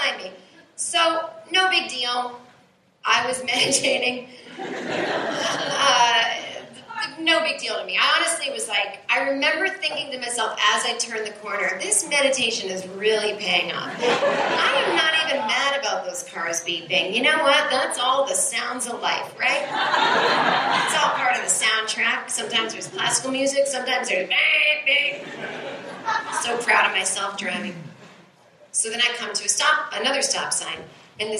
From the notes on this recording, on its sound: A stand-up show she did at the Brooklyn Bellhouse in 2014 that was recorded off of the audio board. This was a two hour show of working out new material and just chatting with the audience.